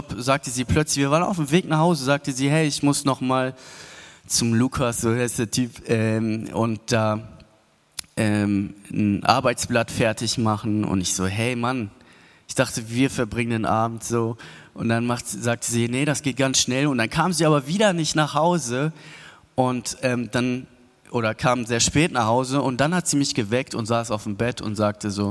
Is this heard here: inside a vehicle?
no